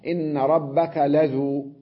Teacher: لذو يلفظها واو واحدة ساكنة